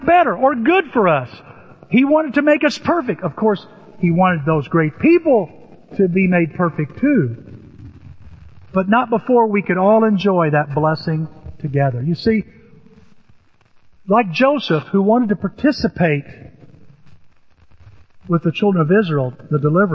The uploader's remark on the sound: Apologies for poor sound quality